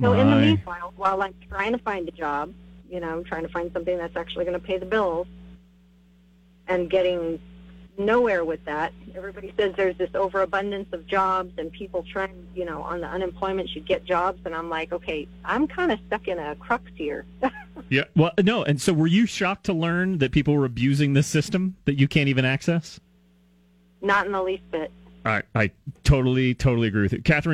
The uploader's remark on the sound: takes your phone calls on News Radio KKOB